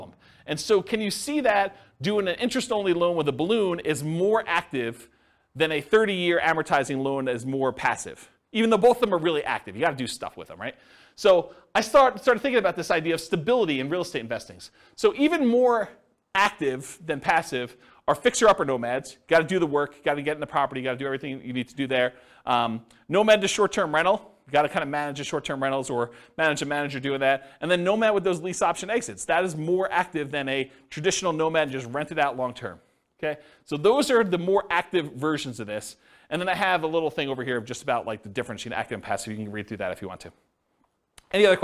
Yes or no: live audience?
yes